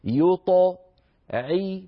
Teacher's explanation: بقي أن ننبه على وهو يطاعي، يو نضم الشفتين من أجل الياء، يطاع عند الطاء الساكنة المقلقلة نعيد الشفتين إلى وضعهما الطبيعي، يطاعي عند العين يرتفع وسط اللسان وينخفض الفك قليلا عند العين المكسورة